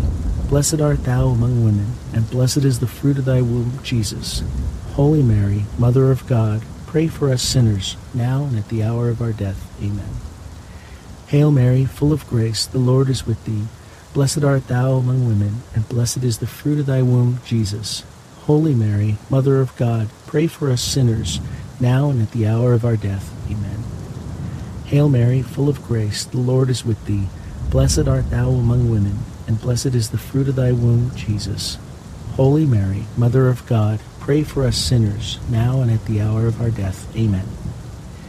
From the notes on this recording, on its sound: HEAVY RAIN. The natural ambient sounds of heavy pouring rain with crackling thunder and lightning will fill your senses with calm and wash away distractions alongside this Monday rosary.